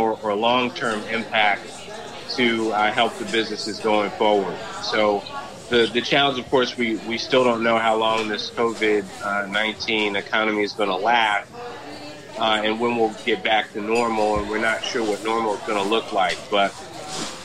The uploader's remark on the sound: Boatyard Bar & Grille in Eastport. We ate lunch in the bustling tent out front --hence the background noise.